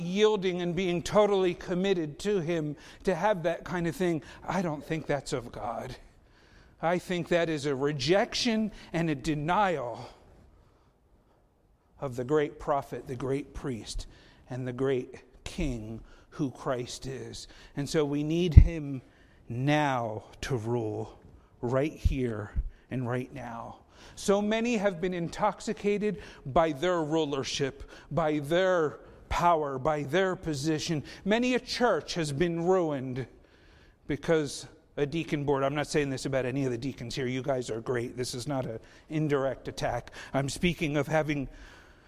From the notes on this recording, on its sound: Faith Baptist Church in Hamilton, NJ.